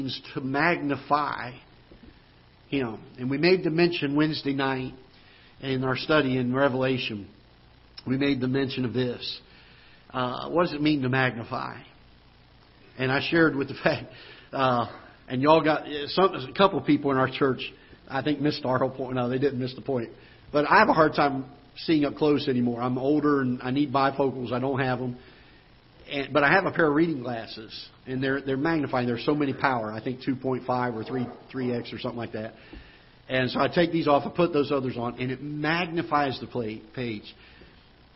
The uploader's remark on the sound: Ketha Heights Baptist Church ~ Live Broadcast